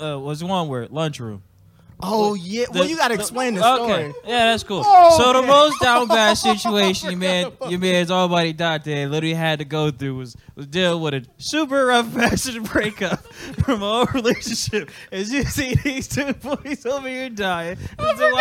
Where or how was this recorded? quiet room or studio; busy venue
busy venue